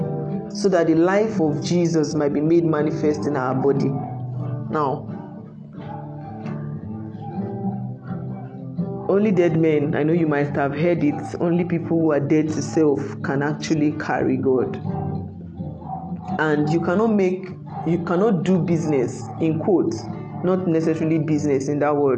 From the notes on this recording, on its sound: I share a recording of a meeting with God's People.